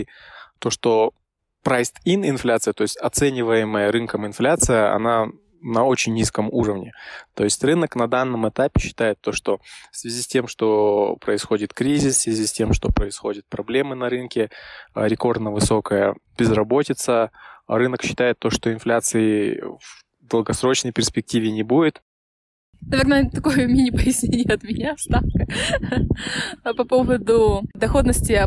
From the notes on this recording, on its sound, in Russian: Горный ветер немного подпортил качество звука, но надеюсь, вы нас услышите